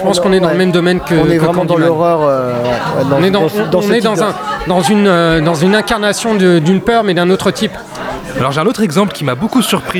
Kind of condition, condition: setting, busy venue